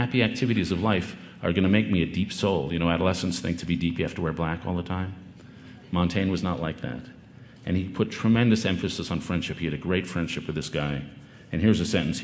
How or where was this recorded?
busy venue